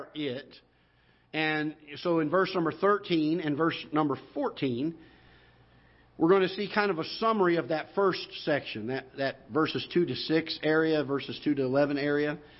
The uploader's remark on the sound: Ketha Heights Baptist Church ~ Live Broadcast